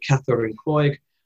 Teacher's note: In Irish, these continue to have a sort of K sound at the start